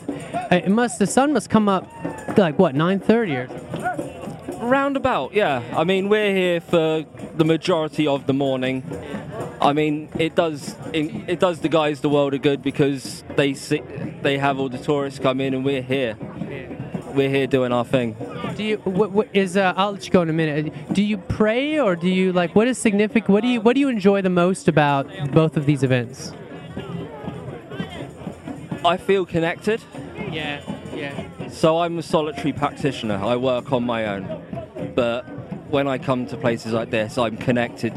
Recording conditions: outdoors